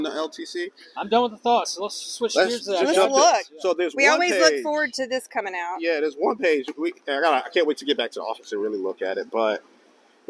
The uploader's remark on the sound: Live from NCPA 2023. We’re coming to you live from the NCPA conference for our first ever live podcast!